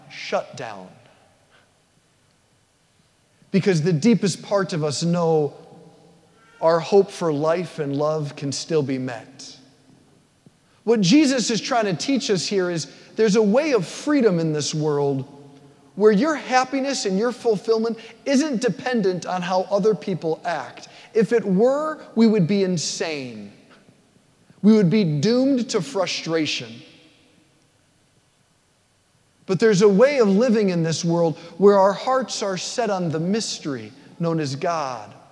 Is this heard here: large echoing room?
yes